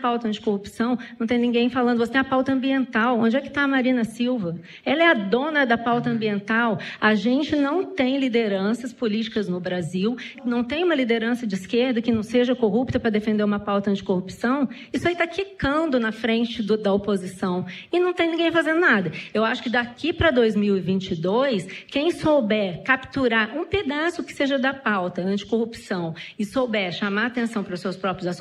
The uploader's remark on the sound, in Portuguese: Em edição gravada ao vivo na 2ª Maratona Piauí CBN de Podcast